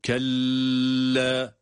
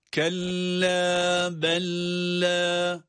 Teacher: kaf harfini lam harfine bağladığımız zaman da onun üzerinde sesi uzatmamak · Shown in: second take · Yani şöyle, kelle, bu yanlıştır.